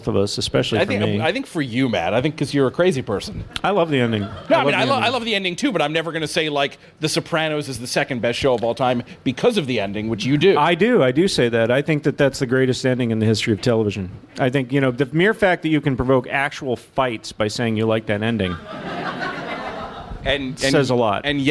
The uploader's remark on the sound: Live at the Strand